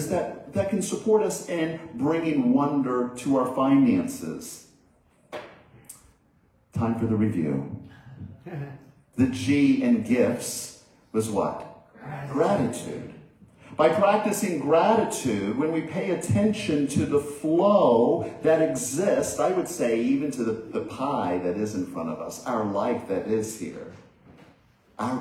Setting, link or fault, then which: setting, large echoing room